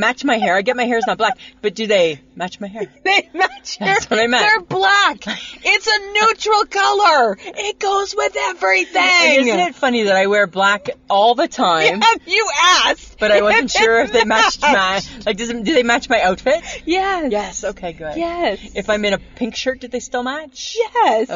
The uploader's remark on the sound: end up recording in a different Safeway parking lot